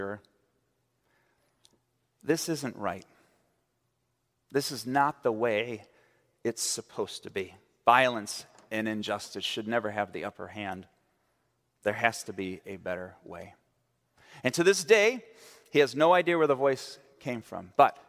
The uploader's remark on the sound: at Central Reformed Church in Grand Rapids, Michigan